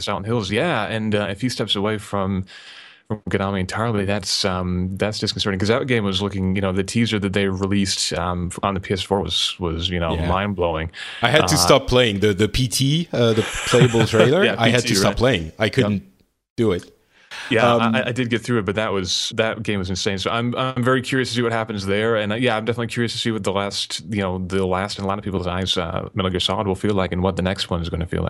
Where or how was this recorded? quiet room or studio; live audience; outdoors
quiet room or studio